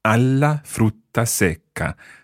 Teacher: So the A joins the la and you get an extra L in there, so you need to bounce the consonant · Term: bouncing consonants